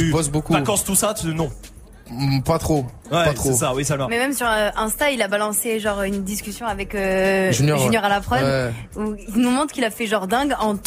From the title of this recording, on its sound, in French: Snap'n'Mix était en direct du Printemps de Bourges